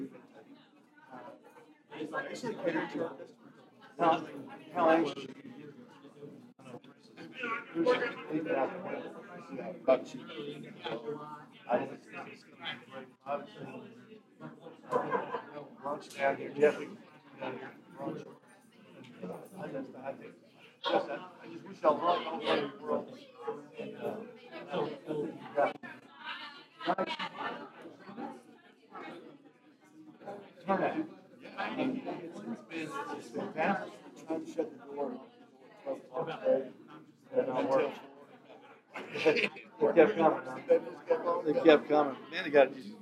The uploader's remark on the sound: LIVE FROM SPEK ARTISAN MEATS